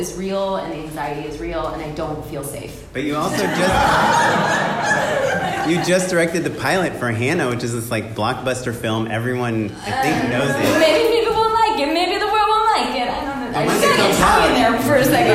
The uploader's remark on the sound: Our winter Live Show has finally arrived!